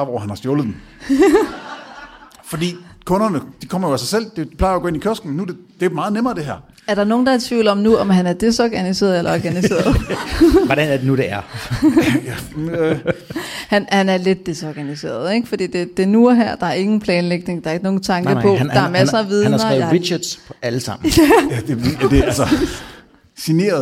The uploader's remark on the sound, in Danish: Afsnittet er optaget live på Hotel Cecil den 1.